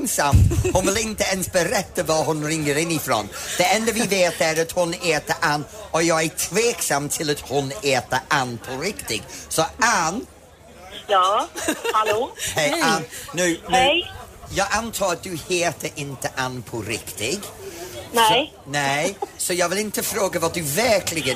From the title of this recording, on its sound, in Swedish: Live från Liseberg